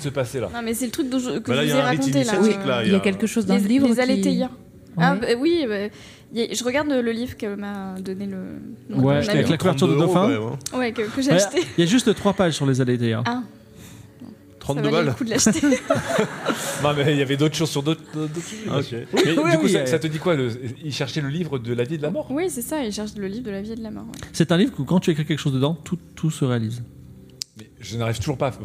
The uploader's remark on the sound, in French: Une aventure Game of Rôles dans le monde de l'édition enregistré en public à la BPI à Paris. Diffusé en direct sur Twitch et retransmis ici en podcast.